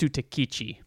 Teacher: I would say it's Sudakichi. So his, I'll always hit that first syllable is what I've always understood to be his, how you say it.